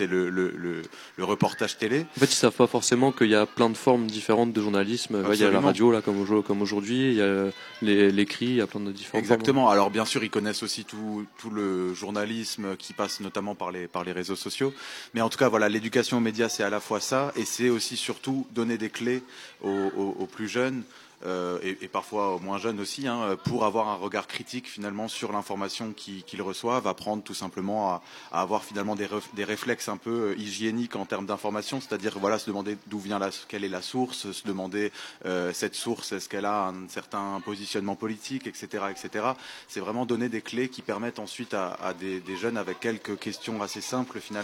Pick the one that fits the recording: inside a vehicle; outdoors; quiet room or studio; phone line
outdoors